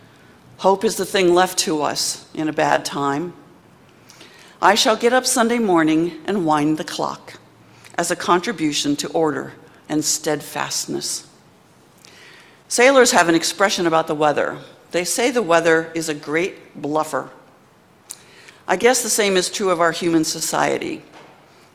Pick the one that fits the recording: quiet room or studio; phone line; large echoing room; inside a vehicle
large echoing room